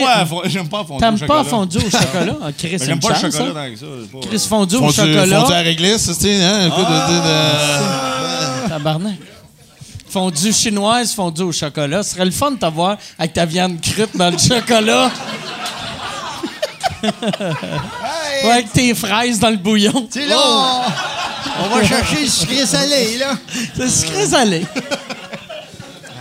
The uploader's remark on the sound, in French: enregistré au Bordel